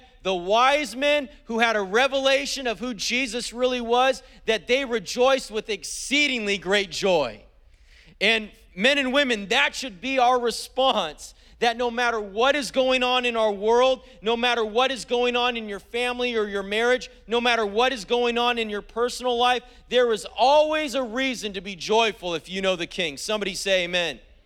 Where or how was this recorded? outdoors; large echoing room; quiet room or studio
large echoing room